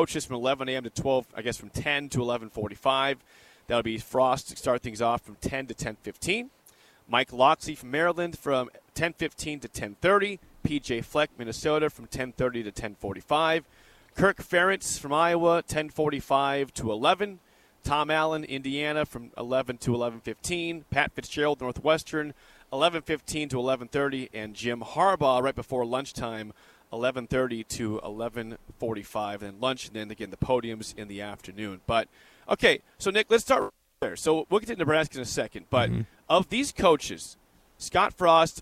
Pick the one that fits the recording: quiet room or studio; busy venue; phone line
busy venue